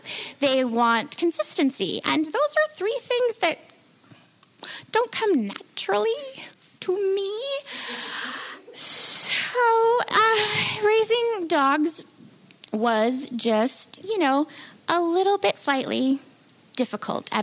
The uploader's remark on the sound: Recorded Live at New Prospect Theatre in Bellingham, Washington during the March, April and May 2023 Bellingham Story Hour Story Shares. Studio Recording and Editing. At Champion Street Sound Studios.